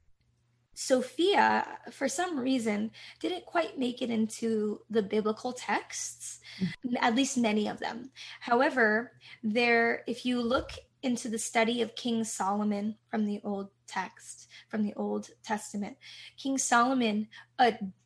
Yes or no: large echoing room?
no